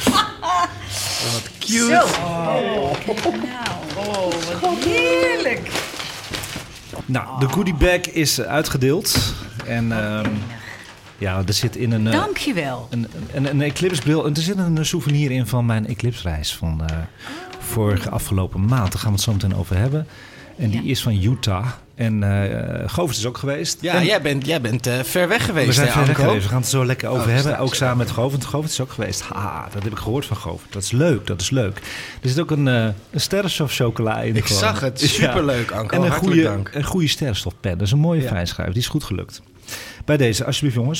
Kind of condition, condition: setting, busy venue